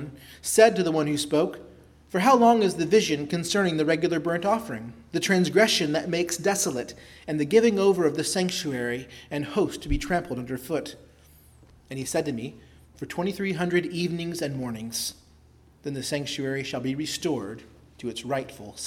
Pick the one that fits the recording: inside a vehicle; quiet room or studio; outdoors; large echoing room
large echoing room